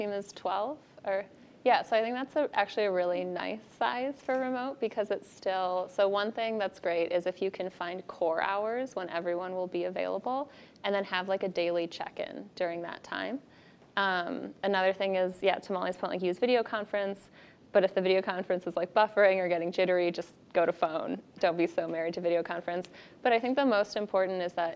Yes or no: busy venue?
yes